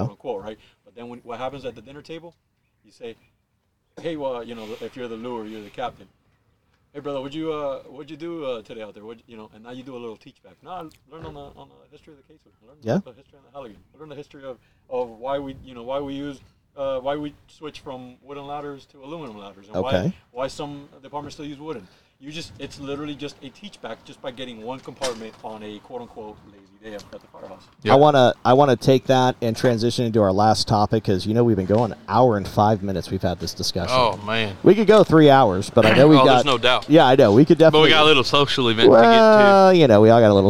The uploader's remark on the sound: While at Bearers of The Oath, we open the mic's and have a passionate discussion